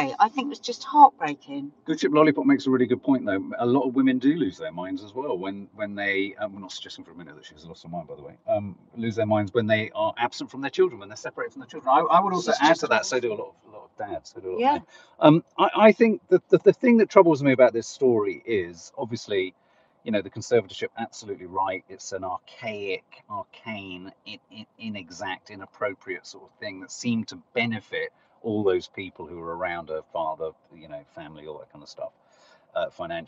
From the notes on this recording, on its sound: Train chaos means today's Coffee Moaning is from the car so apologies to everyone listening if the sound is a bit wonky!